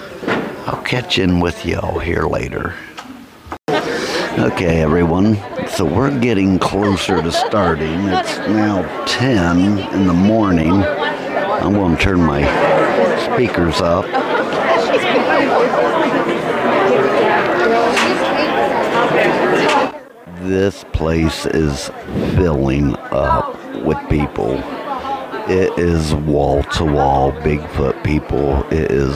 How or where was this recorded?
busy venue